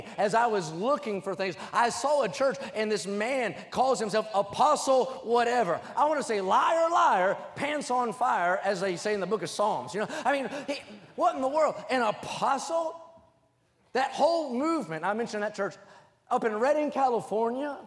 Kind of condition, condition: setting, large echoing room